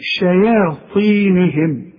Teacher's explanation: علشان الطاء، الطاء دائما مفخمه